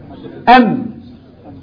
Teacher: الميم اب وام كانوا بانطباق بينطبقوا على بعض